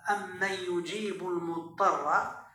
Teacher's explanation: فينطق بالحرفين ميما واحدة مشددة بغنة · Term: الإدغام الشفوي